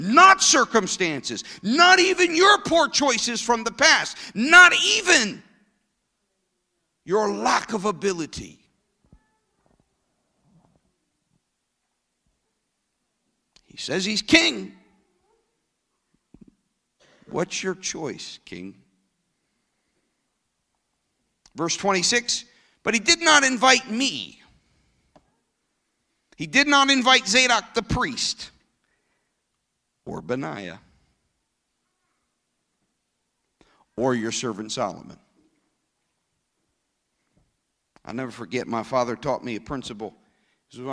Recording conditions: large echoing room